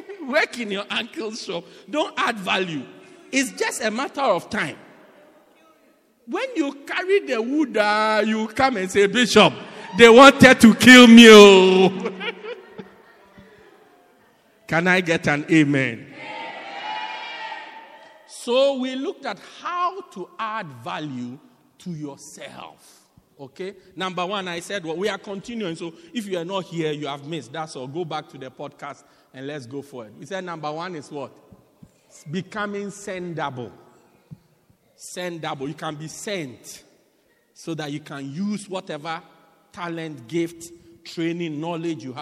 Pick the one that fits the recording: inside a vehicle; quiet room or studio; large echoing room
large echoing room